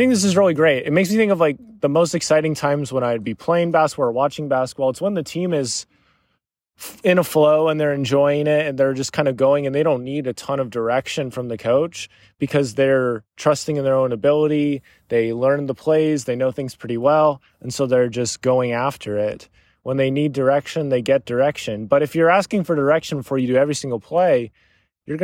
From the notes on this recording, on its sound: This was recorded while on a walk through my parent's neighborhood. There may be the sounds of cars and driving and that is 100% intended haha.